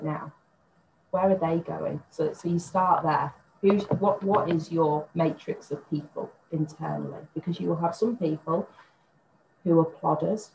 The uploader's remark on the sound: Warning & Apology - Sound Quality Not to Usual Impact Sessions Podcast Quality.